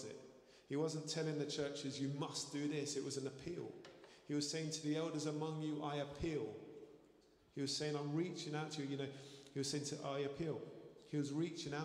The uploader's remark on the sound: Streamed live at St Paul's Shadwell